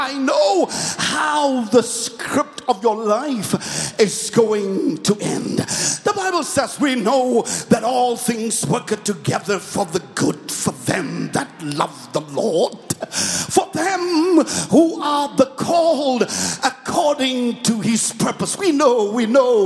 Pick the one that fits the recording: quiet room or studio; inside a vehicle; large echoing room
large echoing room